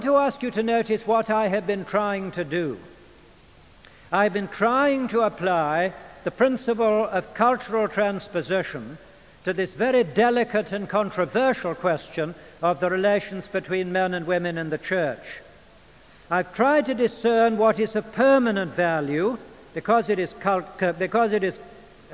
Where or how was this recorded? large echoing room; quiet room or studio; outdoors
large echoing room